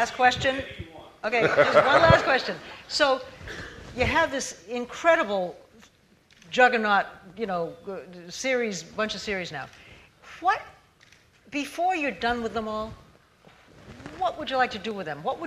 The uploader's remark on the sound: moderates an audience question and answer session